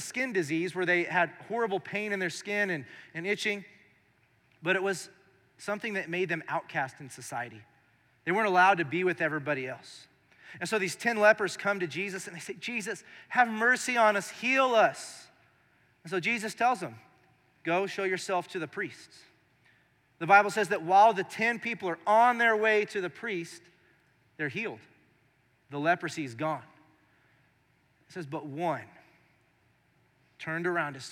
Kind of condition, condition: setting, large echoing room